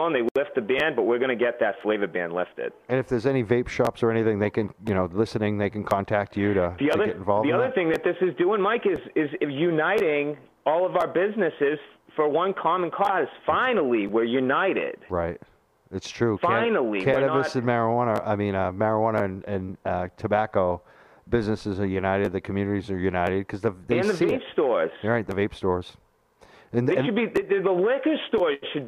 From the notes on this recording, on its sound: Phone call